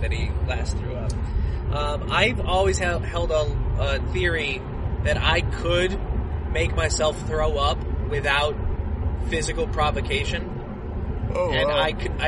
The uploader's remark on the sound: had a couple pretty long car rides to and from Bloomington, Indiana for the Combine this past weekend, so we thought we'd take advantage of them to create content.